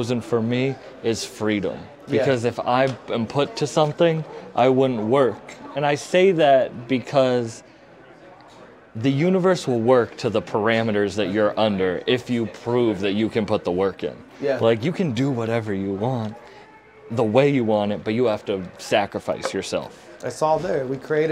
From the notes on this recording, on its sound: Live At The Baseball Hall Of Fame. Was filmed on Induction Day at the Baseball Hall Of Fame.